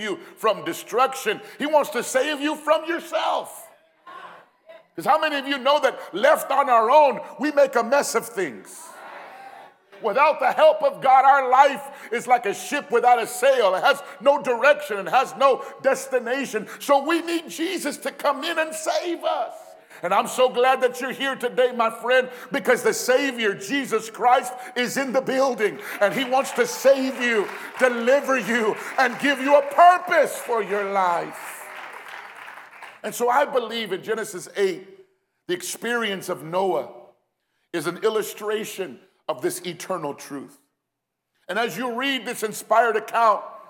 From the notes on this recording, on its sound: Recorded live at Phoenix First Apostolic Church.